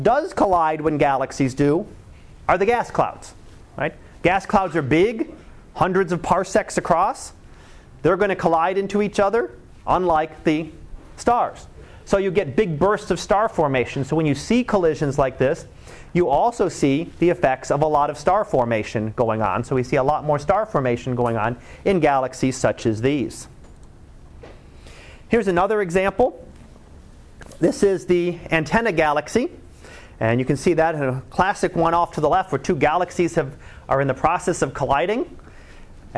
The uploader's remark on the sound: Live Class Lecture.